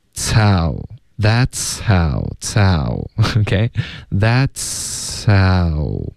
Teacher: that's 的这个呲的音呢后面会带一点送气的感觉，接着这个嘶的音，然后再进入到 ow，大家听一下。OK， tow that's how tow OK that'show，这个 H 的音有一点被前面的呲的音盖住了，不太能听出来，可是还在，因为你一直在连发连读，在连贯的一致的送气出来。 That's how That'show，有没有听到一个 H